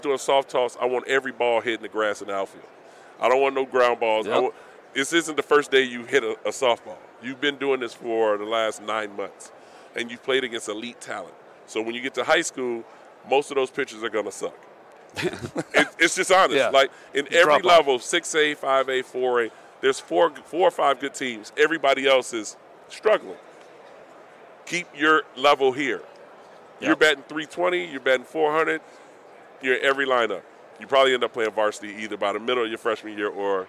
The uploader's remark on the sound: Live in Las Vegas. Live from Radio Row.